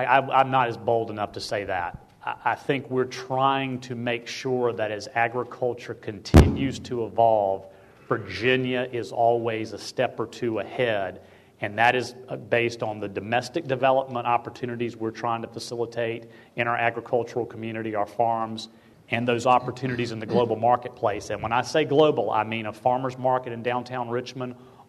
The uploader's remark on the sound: listen to a panel I moderated last week for the ESLC's 15th Eastern Shore Planning Conference